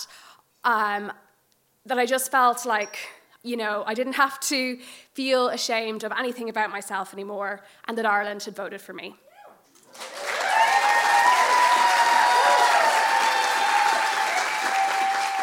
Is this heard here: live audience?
yes